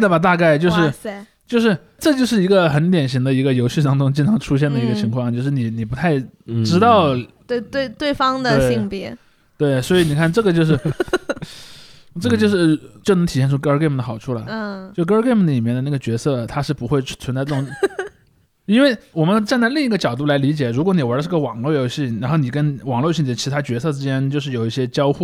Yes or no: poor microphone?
no